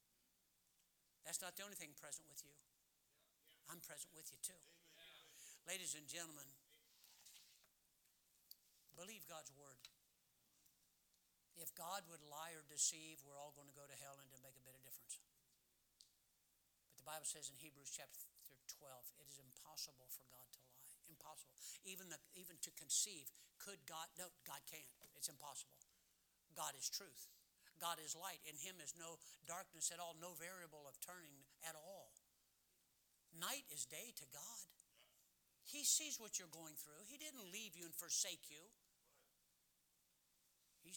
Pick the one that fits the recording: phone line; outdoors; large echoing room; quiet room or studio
large echoing room